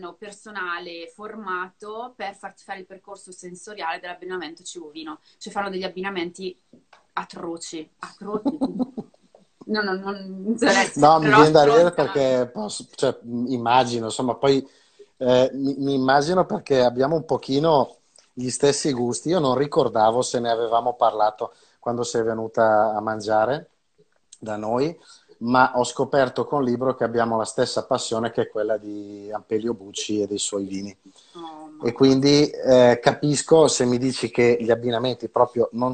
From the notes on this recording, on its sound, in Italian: questa intervista che ho registrato da una live di Instagram